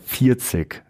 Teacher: sie betonen sehr stark die 4